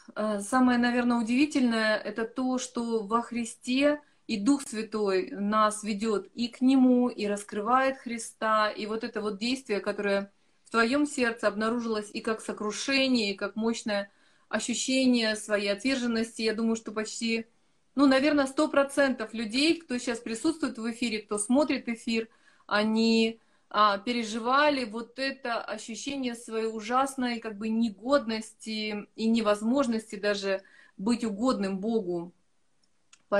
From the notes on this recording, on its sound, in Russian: Запись первой части прямого эфира из инстаграма.